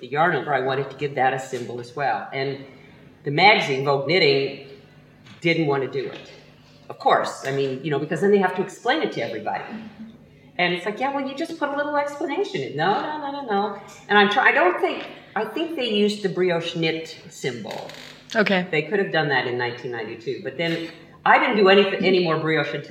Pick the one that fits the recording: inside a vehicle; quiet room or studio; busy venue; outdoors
busy venue